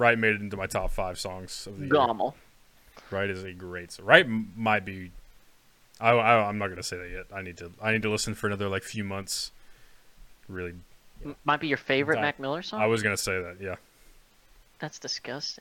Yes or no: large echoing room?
no